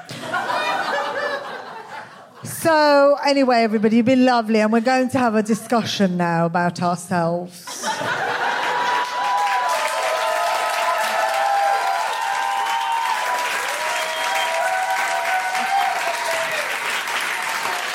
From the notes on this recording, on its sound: Recorded 17 July 2022 at 21Soho in London.